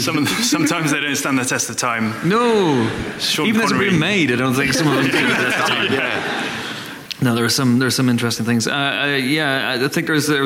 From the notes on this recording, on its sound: A few hundred lovely Empire readers – as we record our podcast live on stage, from the London Podcast Festival in the extremely shiny King's Place.